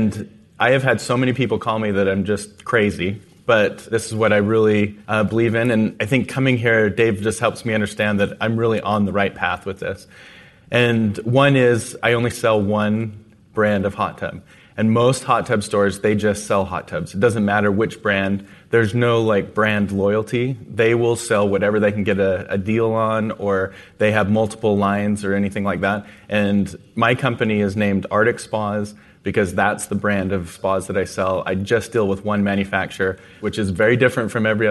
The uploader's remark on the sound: Live From Summit. We’re continuing our bonus content from EntreLeadership Summit. Two of this year’s 2,300 Summit attendees.